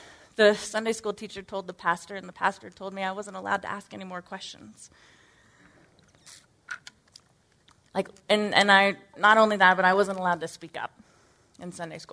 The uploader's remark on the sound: Originally recorded at NorthRock Church on March 12, 2018.